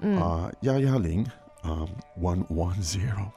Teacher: 1 is pronounced as 幺 instead of E